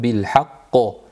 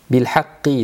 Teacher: Va tawasaw bil haqqo to'xtaganda yo'g'on bo'ladi, ulab ketayotganda bil haqqi deb o'tadi